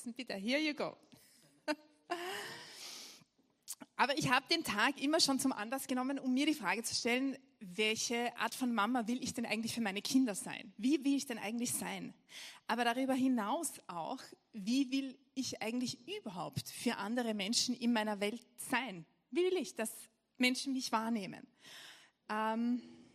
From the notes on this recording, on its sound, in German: Gottesdienst live aus der LIFE Church Wien.